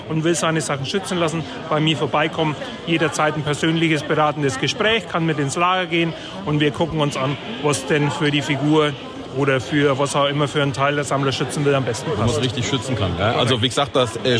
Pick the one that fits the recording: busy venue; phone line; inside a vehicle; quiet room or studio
busy venue